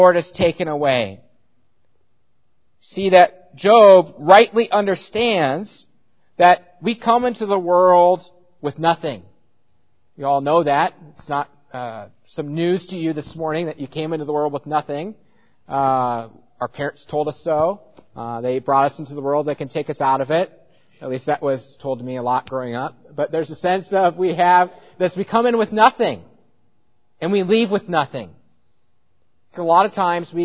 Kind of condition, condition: setting, large echoing room